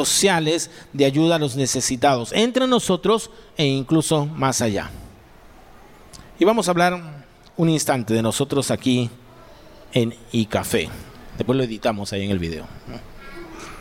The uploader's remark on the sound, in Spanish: presentado en vivo el domingo 19 de febrero de 2023